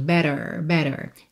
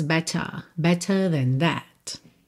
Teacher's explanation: no inglês americano teríamos better, o T viraria rarara, né? Aliás, os dois T's virariam rarara, e o R seria enrolado · Shown in: first take